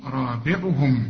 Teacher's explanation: الراء هنا مفخمة قوي والبه هنا مكسورة